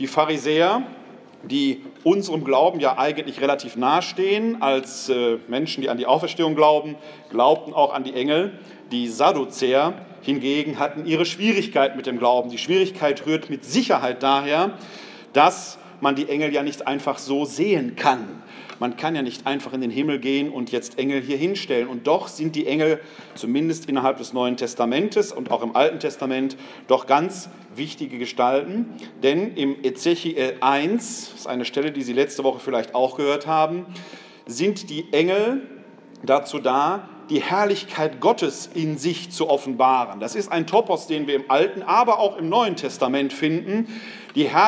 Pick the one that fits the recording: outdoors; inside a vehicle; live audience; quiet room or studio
live audience